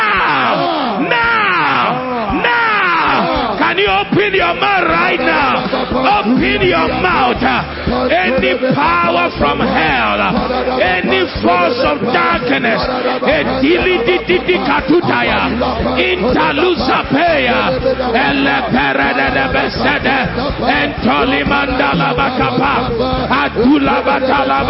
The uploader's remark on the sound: Preached at the He Gave Gifts Unto Men Conference (Day 2, Session 2) - The Makarios Cathedral, HQ.